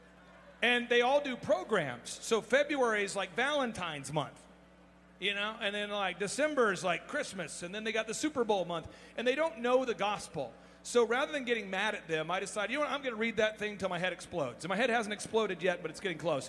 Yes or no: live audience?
yes